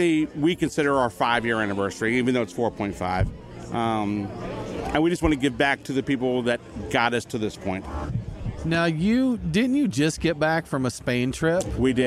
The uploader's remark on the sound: Live from Tinypalooza 4.5! As we struggled through some technical difficulties.